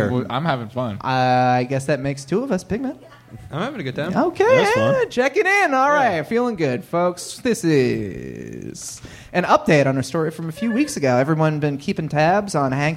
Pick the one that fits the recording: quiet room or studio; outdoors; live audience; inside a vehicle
live audience